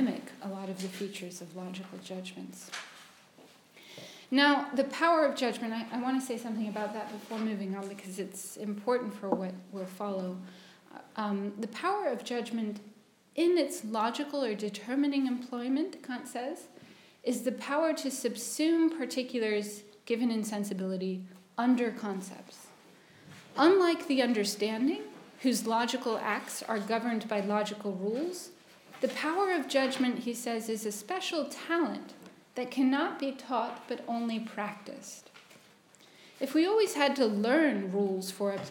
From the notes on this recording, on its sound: at Senate House in London (29/01/2020, 16-18:00) for the London Aesthetics Forum